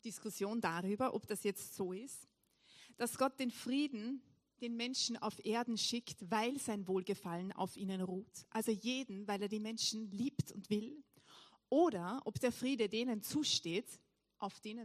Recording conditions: large echoing room